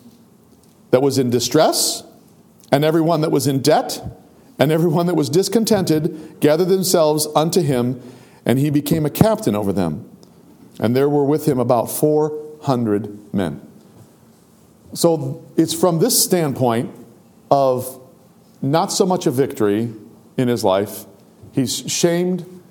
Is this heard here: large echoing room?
yes